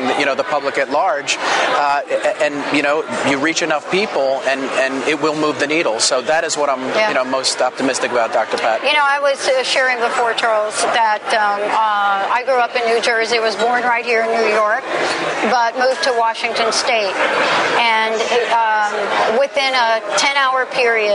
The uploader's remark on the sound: Lyme from New York it's Thursday Night Tick-Borne Disease Alliance Benefit. Attending the Tick-Borne Disease Alliance Fundraiser Masquerade Ball live in New York City.